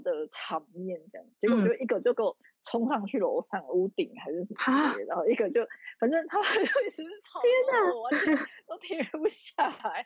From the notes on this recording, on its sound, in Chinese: 這次是我第一次嘗試遠端視訊防疫採訪。人在南部。昨天下午的爆雨導致網路不太穩定，讓我一直很在意錄音品質，一直無法完美同步，Lag變成有點搶話的狀況。